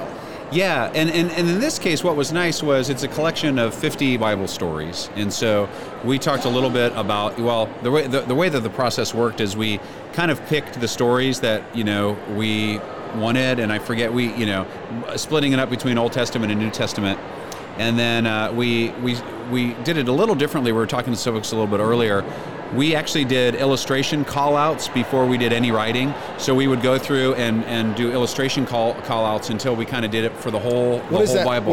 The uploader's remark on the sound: LIVE from Christian Product Expo 2022 in Lexington, KY!